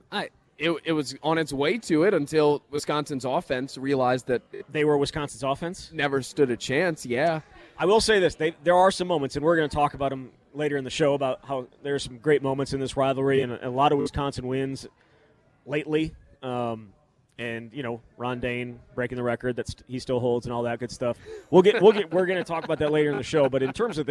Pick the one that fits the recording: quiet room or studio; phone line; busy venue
busy venue